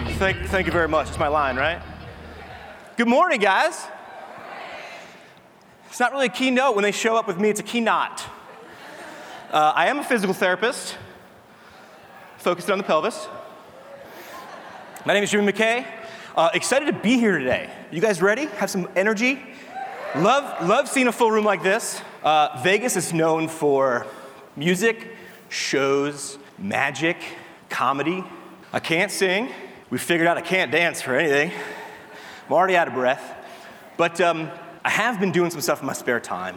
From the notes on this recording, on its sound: Tri-State PT Conference Keynote LIVE in Las Vegas. As I warm the crowd up, it was 8am on a Saturday in Vegas...